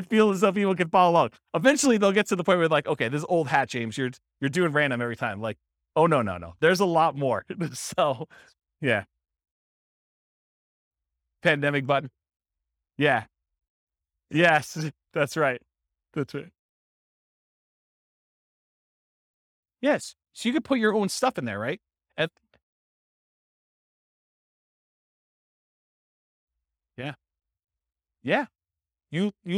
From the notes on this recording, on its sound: This was a live class recorded.